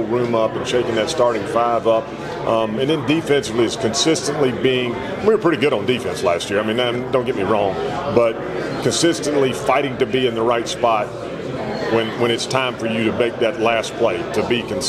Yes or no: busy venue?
yes